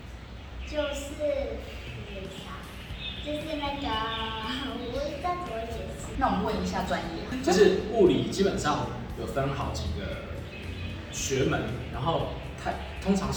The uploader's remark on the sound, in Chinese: 這一集我們在一個連隔間的水泥牆都還沒砌好的空屋裡錄製, 回音真的比較大, 要請大家包涵！